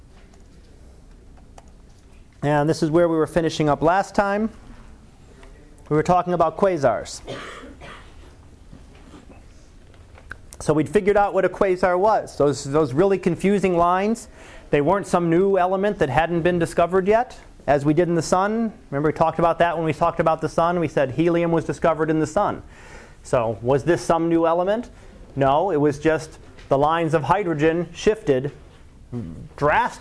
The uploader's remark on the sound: Live Class Lecture